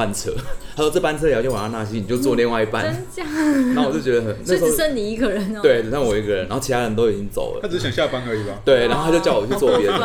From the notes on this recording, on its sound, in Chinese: 錄音地點： 印度咖哩吧 - Curry Lounge